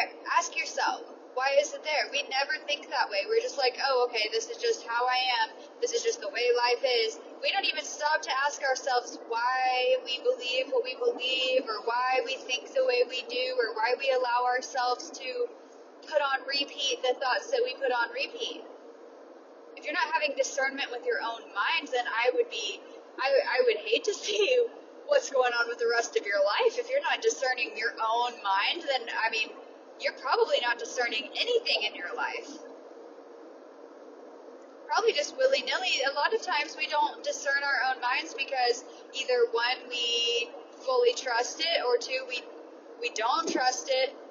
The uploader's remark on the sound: It is little off the cuff riffs with me in my car during my commute. These episodes are not about sound quality. I am well aware that it is far from professional sounding.